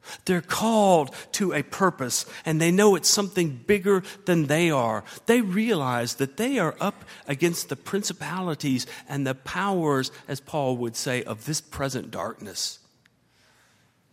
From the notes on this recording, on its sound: at Highland Baptist Church